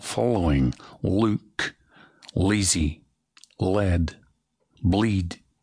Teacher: So you've got to do that little tongue-swallowing dark L. Think of putting a little vowel before the L if you lead.